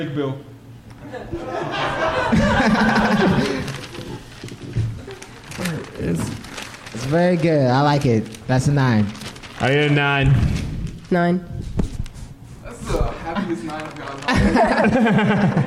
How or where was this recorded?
busy venue